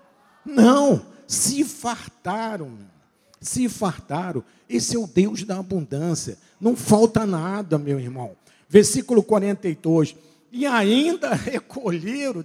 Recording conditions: large echoing room